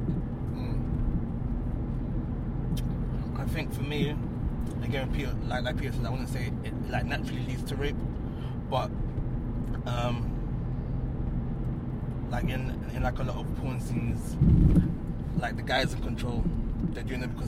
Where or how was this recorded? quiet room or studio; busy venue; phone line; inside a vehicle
inside a vehicle